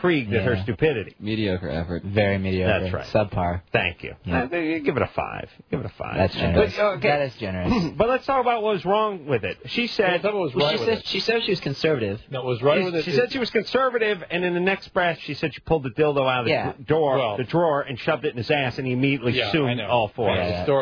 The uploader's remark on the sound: RBCP's Personal Prank Phone Calls Collection: phone mobbing loveline01.